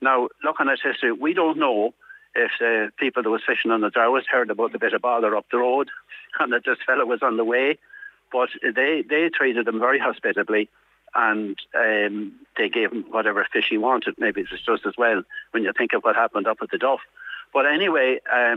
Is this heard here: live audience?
no